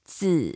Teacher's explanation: And it's fourth tone, so we go down.